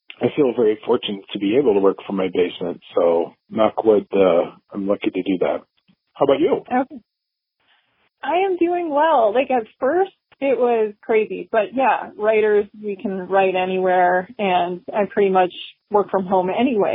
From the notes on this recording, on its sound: the conversation was recorded using Google Voice so while it isn't perhaps as crystal clear as some of the others